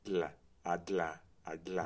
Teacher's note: So it's a lateral flap in that its flapping is to the side. It's alveolar in the sense that it's closed alveolarly. · Term: voiced alveolar lateral flap